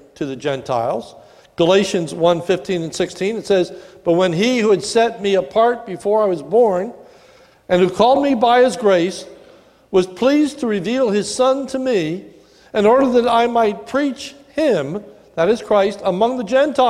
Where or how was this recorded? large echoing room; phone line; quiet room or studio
large echoing room